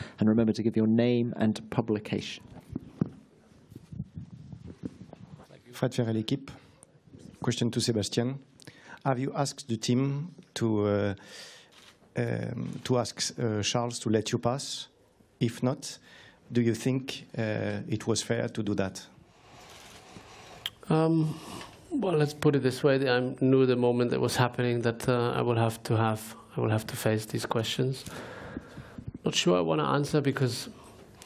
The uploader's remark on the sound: China Sunday Driver's Post-Race Press Conference